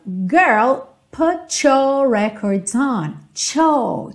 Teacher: Put com your, essa junção aí do T com your, a gente vai ter esse cho.